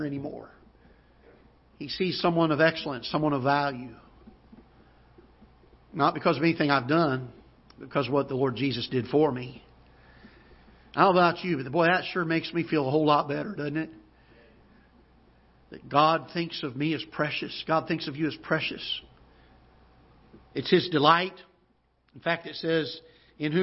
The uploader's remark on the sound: Ketha Heights Baptist Church ~ Live Broadcast